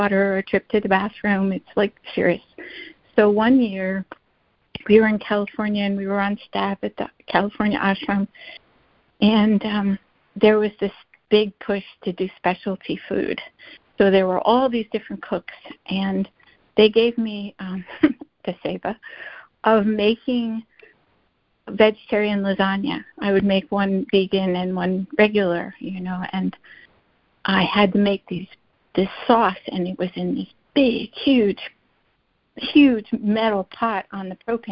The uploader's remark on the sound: ACIM Daily Conference Call.